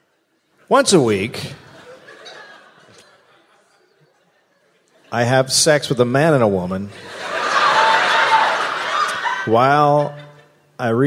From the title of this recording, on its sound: live in Seattle